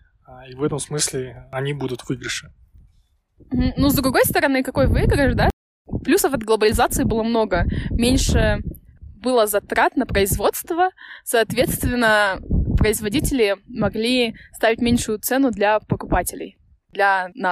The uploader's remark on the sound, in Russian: Горный ветер немного подпортил качество звука, но надеюсь, вы нас услышите.